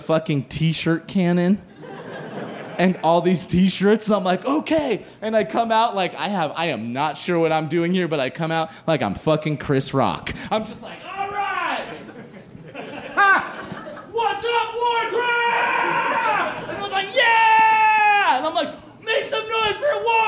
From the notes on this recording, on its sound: As part of The Narrators’ special performance at High Plains Comedy Festival. Recorded live on 28 September 2019 at Hi-Dive in Denver.